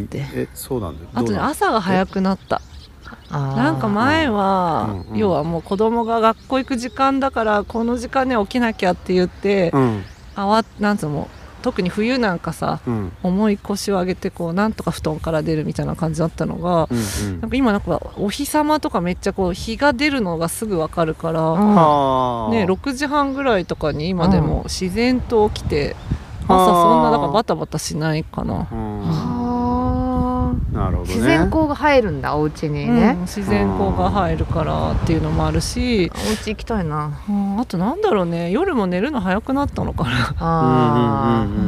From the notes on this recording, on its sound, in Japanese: 海辺の野外収録。